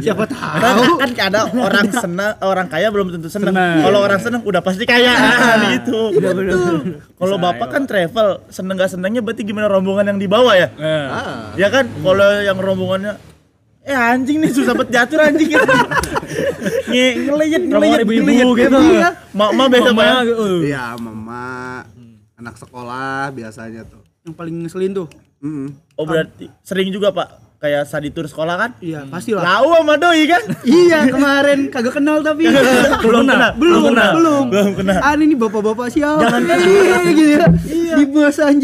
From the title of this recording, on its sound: LIVE FROM SALAKA COFFEE